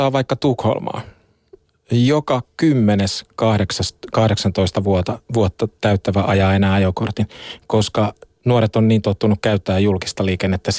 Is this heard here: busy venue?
no